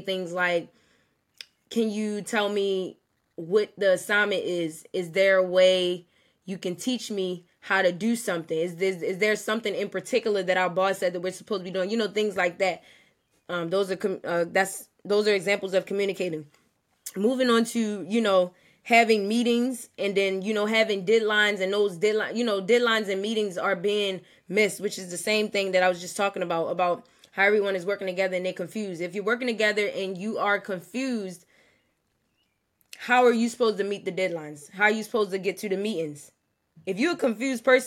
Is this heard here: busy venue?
no